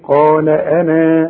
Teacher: إذا وقفت على أنا تقول أنا كاملة الألف تمد مدا كاملا طبيعيا